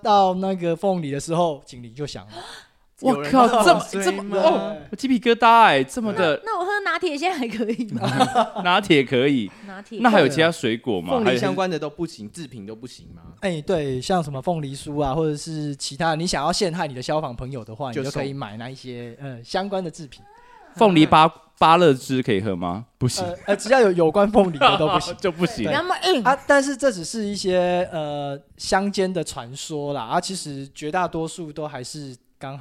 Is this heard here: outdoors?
no